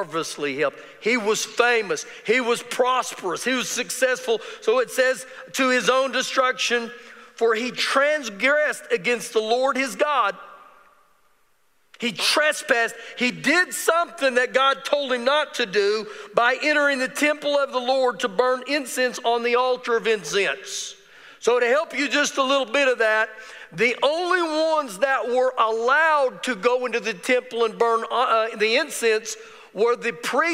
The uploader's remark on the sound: Recorded live during our Wednesday night service.